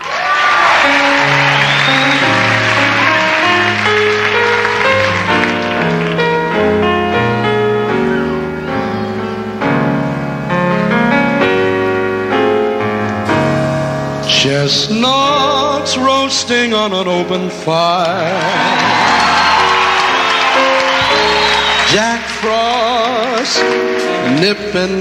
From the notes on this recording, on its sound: performed live on the air and in front of a live audience